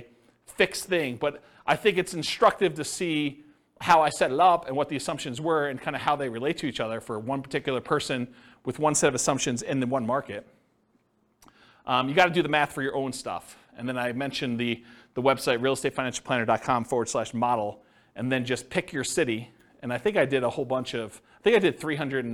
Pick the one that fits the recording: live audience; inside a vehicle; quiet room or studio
live audience